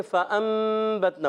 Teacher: نون ساکن تنوین کے باہر با آ جائے تو نون ساکن تنوین کو میم سے بدل کر اخفا کر کے پڑھتے ہیں، مگر ہم اس کو مکمل بدل دیں اخفا سے وہ زیادہ اچھا ہوتا ہے. · Term: اقلاب